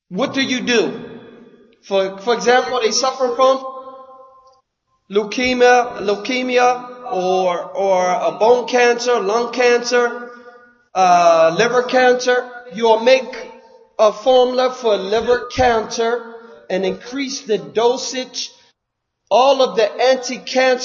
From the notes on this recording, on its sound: Lecture given at Masjid Nur Allah, Queens, NY